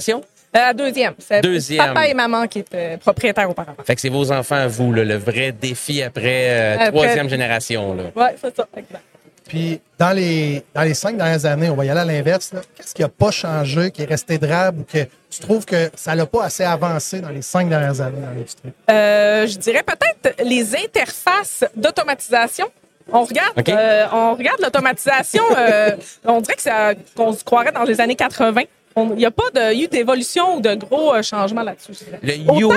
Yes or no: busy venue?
yes